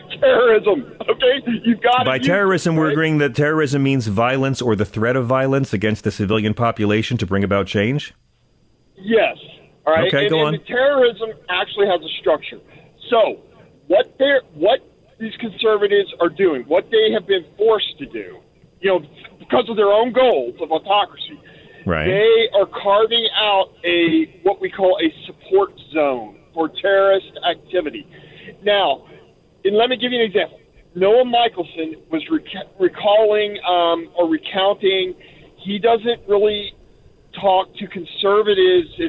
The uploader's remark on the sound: takes calls